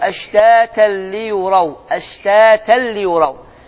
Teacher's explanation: Ləm və ra hərflərdən biri isə şəddələnəcəkdir. Və səs isə açıq, aydın, yəni burundan çıxmayacaq, ağızdan çıxacaqdır. · Term: qunnəsiz idğamdır